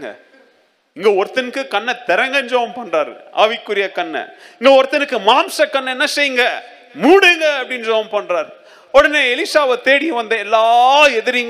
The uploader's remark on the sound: Second Service Sermon Live